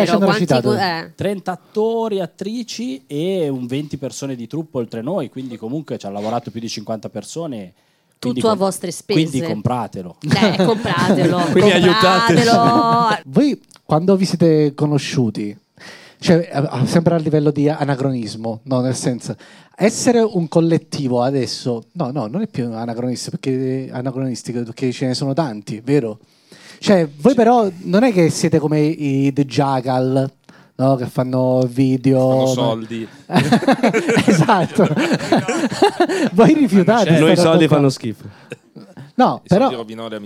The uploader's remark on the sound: Live dal GhePensiMi di Milano.